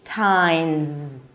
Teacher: Then you keep it up for a T sound and finish up with the last syllable, tines. The S is actually pronounced as a Z